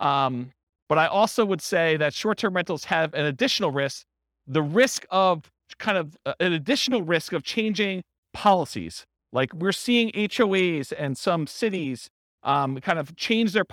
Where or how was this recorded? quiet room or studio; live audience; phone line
live audience